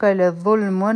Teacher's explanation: د ظ مخرج چې دی دا د ذل په شان دی، زموږ ژبه به د بر غاښونو د لاندې راځي